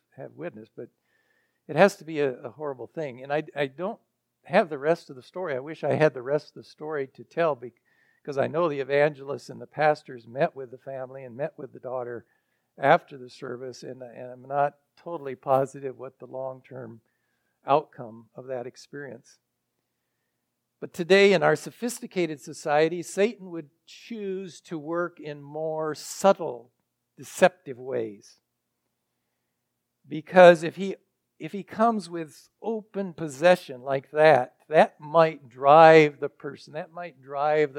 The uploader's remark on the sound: recorded November 11, 2023, at Ringgold Seventh-day Adventist Church.